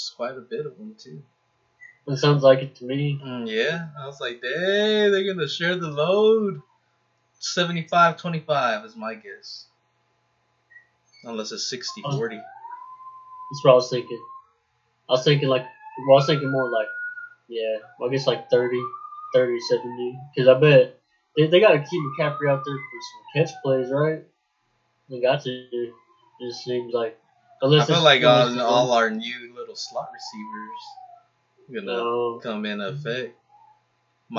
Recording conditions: sounds in the background